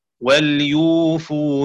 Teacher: وقرأ حفص بإسكان الواو وتخفيف الفاء